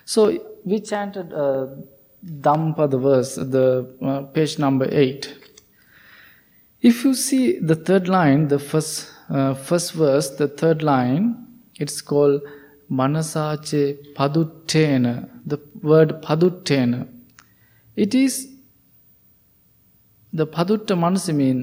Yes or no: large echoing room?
yes